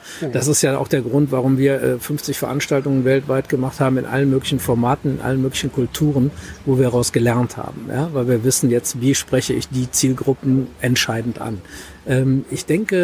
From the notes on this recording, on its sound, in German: Der Podcast wurde im März 2019 auf dem Next Act Event aufgenommen. Der Podcast wurde im März 2019 auf dem Next Act Event aufgenommen.